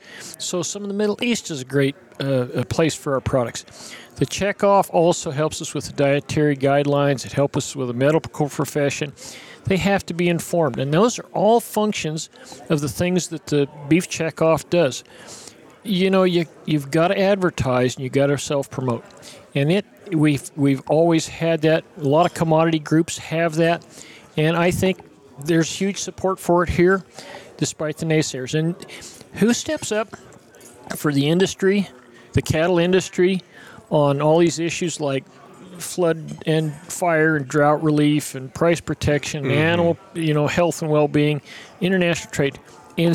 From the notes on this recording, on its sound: We are live from the Cattle Industry Convention and NCBA Trade Show in Orlando, FL again today and we share some great conversations from the show.